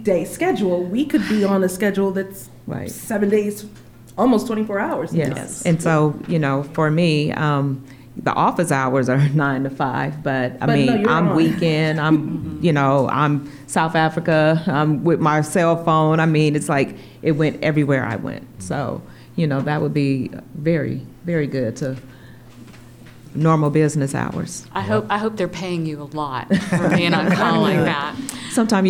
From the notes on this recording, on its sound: In front of an audience at Georgia Public Broadcasting in Atlanta.